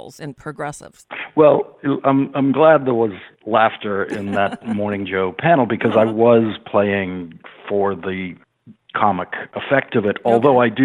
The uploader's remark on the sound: Call in to the show.